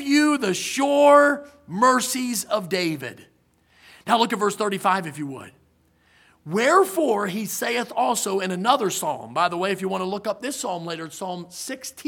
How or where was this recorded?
large echoing room